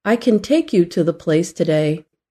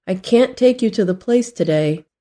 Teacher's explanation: In the positive phrase, can take, the usual a in can is reduced to something called a schwa. · Shown in: first take · The schwa sound is similar to an sound, but weaker.